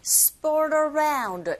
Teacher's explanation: RT 자체가 모음과 모음 사이에 껴있는 상태 역시 flap 현상에 의해서 RT 소리가 R처럼 들리게 되는 겁니다